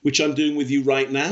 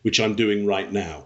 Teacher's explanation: Upward inflection, which I'm doing with you right now, which kind of sounds like though I'm making statements, they sound like questions, or downward inflection, which I'm doing right now.